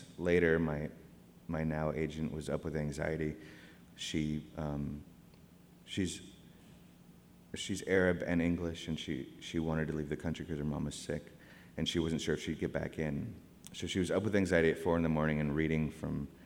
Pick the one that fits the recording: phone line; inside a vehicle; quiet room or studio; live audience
live audience